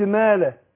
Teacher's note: الميم مرققة، يبقى هرقق الألف، يبقى الألف تابع لما قبلها تفخيما وترقيقا